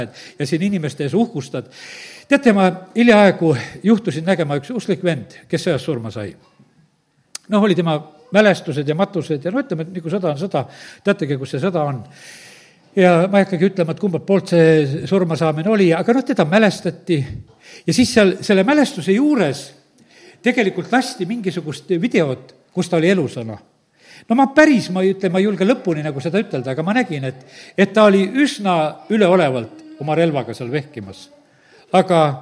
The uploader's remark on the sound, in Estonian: Audio salvestus koosolekult